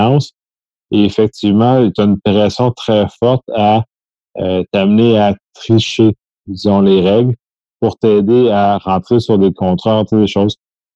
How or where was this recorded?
video call